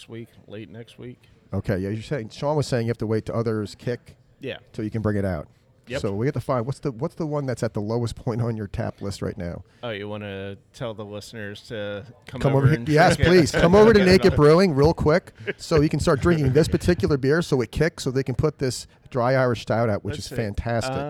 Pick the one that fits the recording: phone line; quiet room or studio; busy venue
busy venue